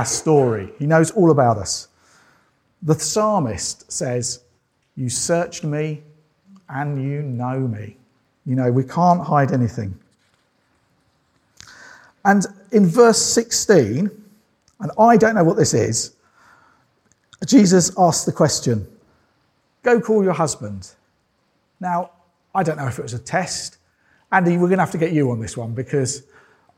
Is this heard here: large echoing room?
yes